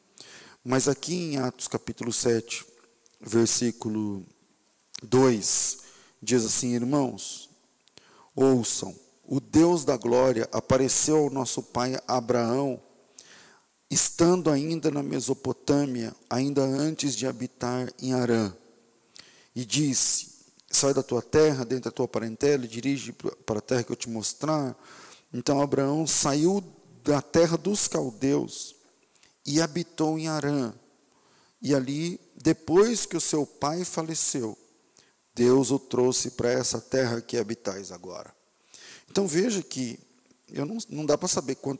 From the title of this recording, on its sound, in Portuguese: Culto ao vivo